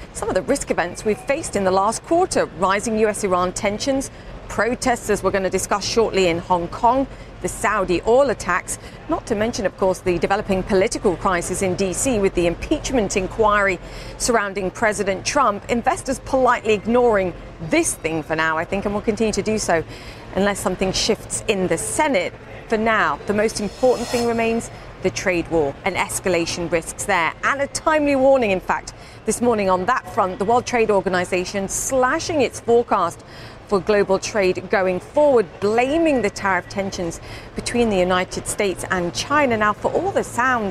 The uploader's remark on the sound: live from the New York Stock Exchange